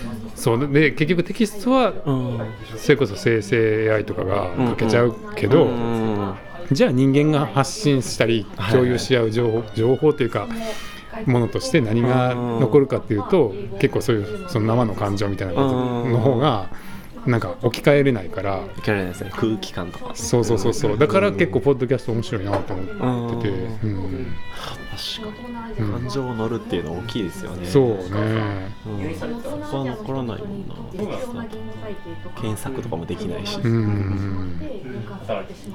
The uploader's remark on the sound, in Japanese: BAR KRYPTOで